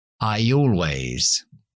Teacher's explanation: Así que I el pronombre yo es un diptongo que termina en la i y lo que hemos dicho al principio, después de la i latina metemos la i griega, o sea, la ya. Un sonido ya entre I y O.